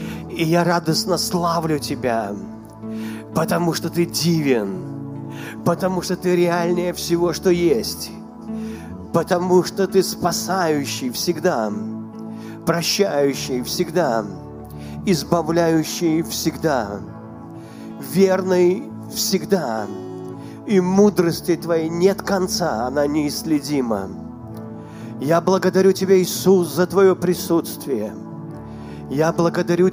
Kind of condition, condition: setting, large echoing room